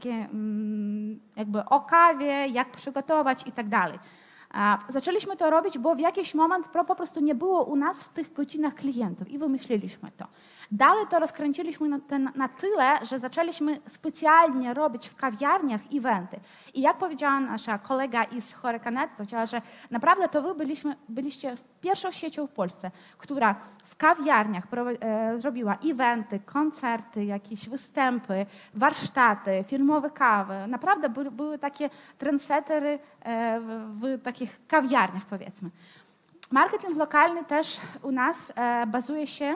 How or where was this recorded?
live audience